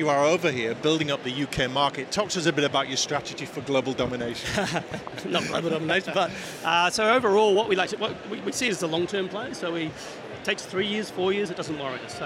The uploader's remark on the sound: Event Special - Accountex 2023 Live Interviews.